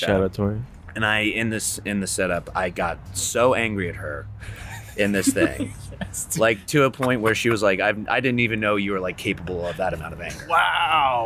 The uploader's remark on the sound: We are LIVE from The West in Williamsburg, Brooklyn on a special and chilly night. We bring on your favorite live guests from this past year and just have a very intimate, lovely time.